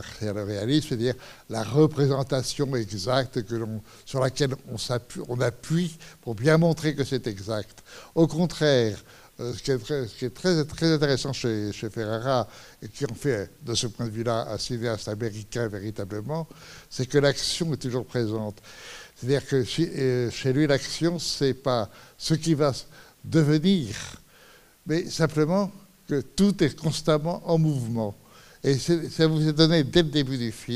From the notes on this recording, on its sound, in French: Suite à la projection du film le 21 octobre 2015 au Centre des arts d'Enghien-les-Bains.